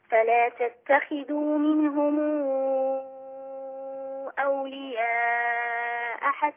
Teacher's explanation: الخاء المكسوره بتاخد ادنى درجات التفخيم